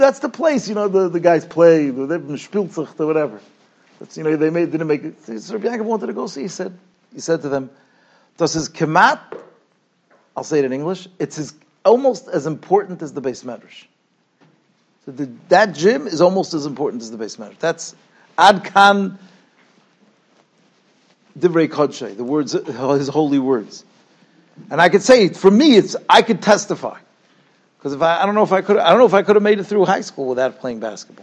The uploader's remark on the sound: Shiur recorded in Yeshivas Ohr Reuven, Monsey, NY.